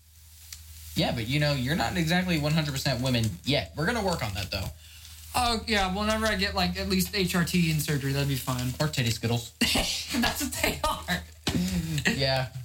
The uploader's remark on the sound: please excuse our technical difficulties as it's our first time.